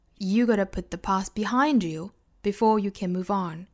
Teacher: behind 要做重读是整个句子语调的最高点因为这句话的意思呢就是啊要把过去呢都放到后面所以 behind 做重读好这句话呢我们再来读一下 You gotta put the past behind you before you